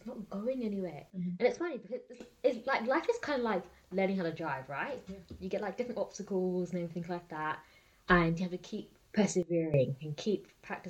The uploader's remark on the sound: we do want to sincerely apologize for the sound quality on this episode, unfortunately we experienced technical difficulties beyond or control